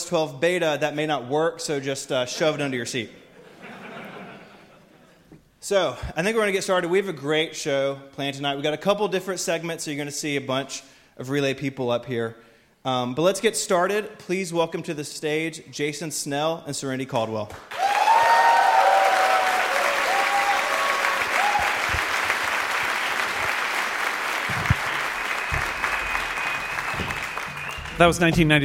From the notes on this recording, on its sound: Live from WWDC 2018. In this very special live episode.